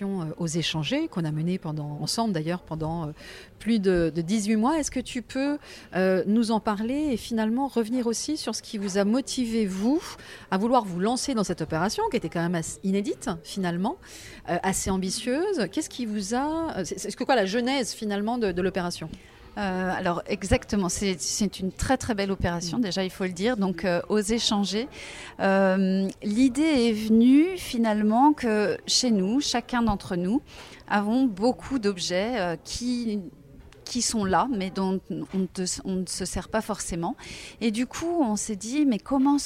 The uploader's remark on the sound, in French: J’ai tendu le micro de Radio P.O. Cette interview a été enregistrée le 27 mars dernier à Angers au siège de l’ADEME dans le cadre d’une Journée Portes Ouvertes à l’occasion des 30 ans de l’ADEME. Nous y avions animé un stand sur le home-organising.